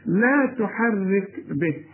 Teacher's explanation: هنا مفخمه، لا تحرك به، الكاف هنا من حروف الايه الهمس، تهمس بيها شويه يطلع شويه هواء خفيف كده علشان الكاف